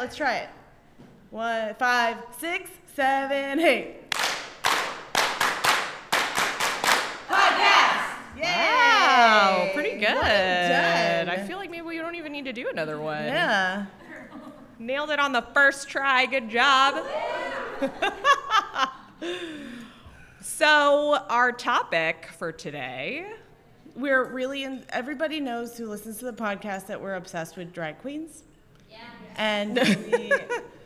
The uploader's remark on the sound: Got on stage at Reunion 2020 for their first (and maybe only) live episode. A few brave souls joined us for the largest intro clap ever. This episode was filmed live on January 25, 2020 in Scottsdale, Arizona, as part of Reunion 2020.